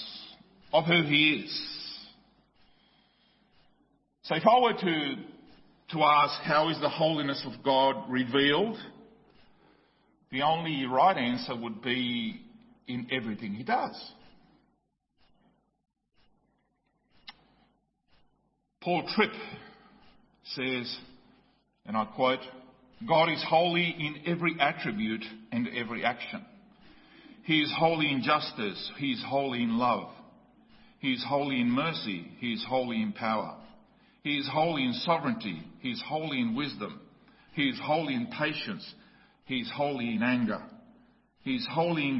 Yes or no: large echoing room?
yes